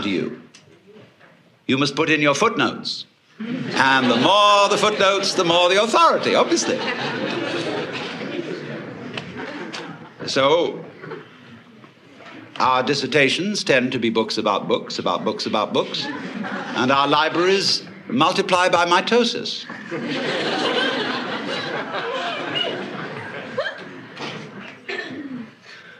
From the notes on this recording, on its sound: Another big-hall presentation. Was recorded in 1971 in New York City at a conference for western therapy and eastern religion. A stream of audience questions.